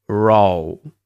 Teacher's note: the dark L is where we round the lips instead of making the L sound. It's kind of a reverse W sound.